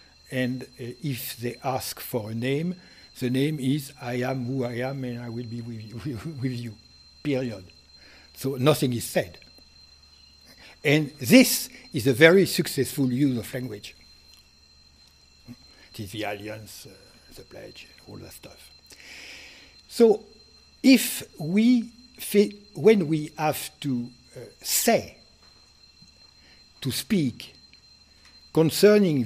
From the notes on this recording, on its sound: Delivered this lecture on January 16, 2019 at the University of Chicago. Which includes the Q and A session.